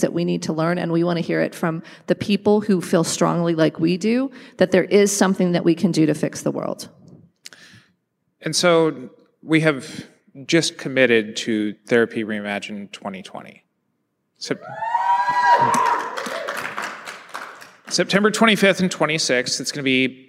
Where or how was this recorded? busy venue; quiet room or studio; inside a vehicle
busy venue